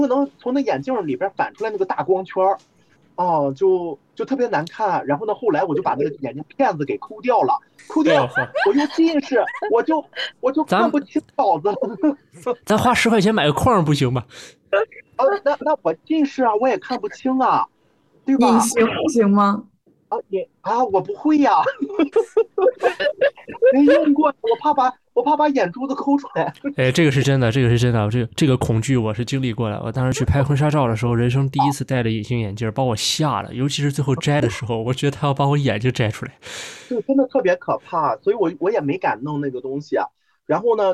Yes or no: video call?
yes